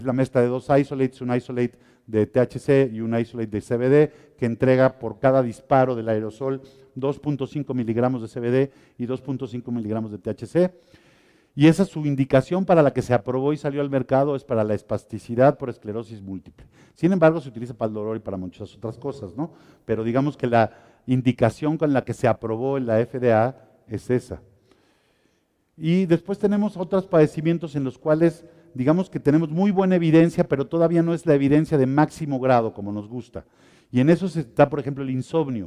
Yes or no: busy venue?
yes